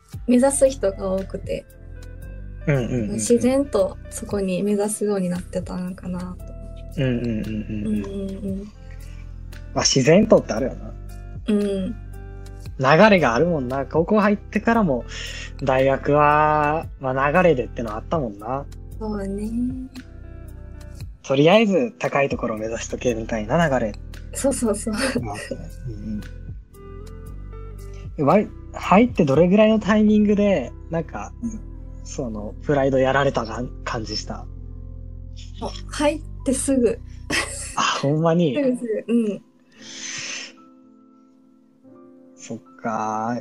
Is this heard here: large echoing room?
no